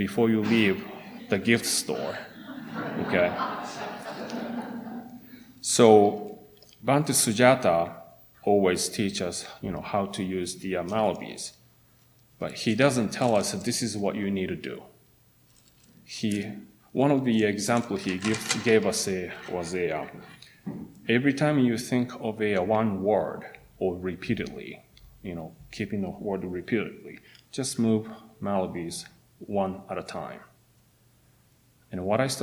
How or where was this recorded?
large echoing room